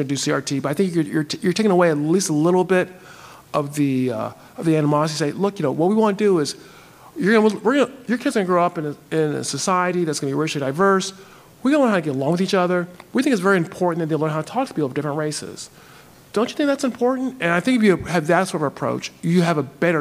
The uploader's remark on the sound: We recently got to do a live Q&A at my church. I got to receive questions submitted from our congregation.